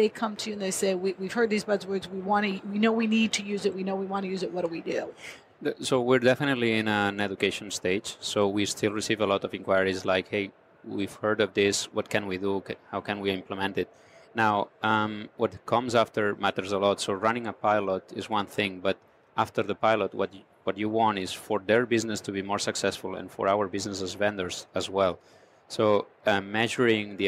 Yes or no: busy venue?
yes